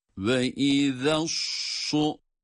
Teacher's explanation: Sad harfine dokunur dokunmaz sad harfi kalın okunuyor.